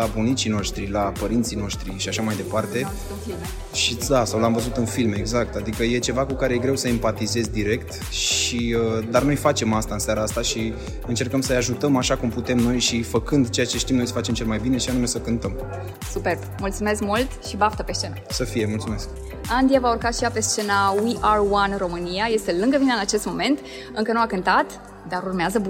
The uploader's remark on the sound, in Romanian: Interviu cu artisti de pe scena celui mai mare concert caritabil din Romania